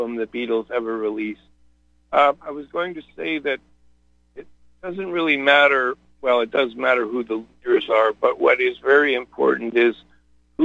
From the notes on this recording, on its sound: Opens phone lines for callers.